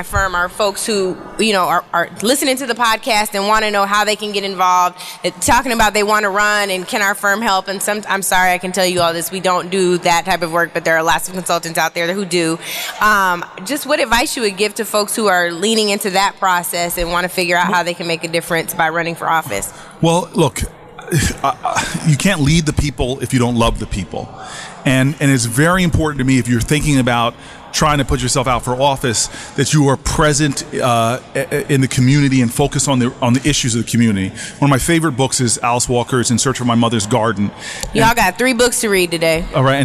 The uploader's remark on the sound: First ever live podcast.